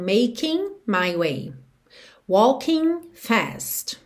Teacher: Lembrar que esses Gs da terminação ing não são pronunciados